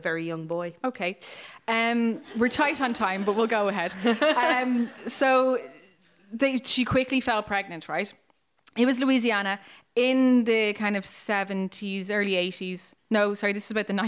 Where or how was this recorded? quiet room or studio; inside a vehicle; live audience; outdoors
live audience